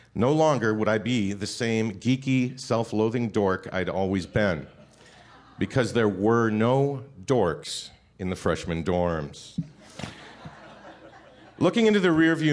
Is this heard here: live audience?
yes